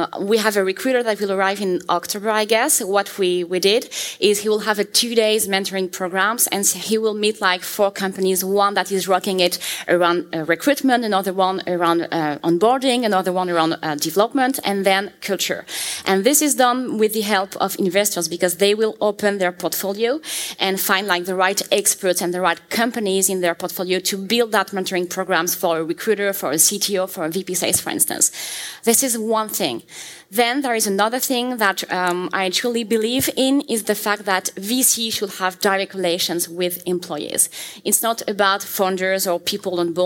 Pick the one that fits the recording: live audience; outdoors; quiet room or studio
live audience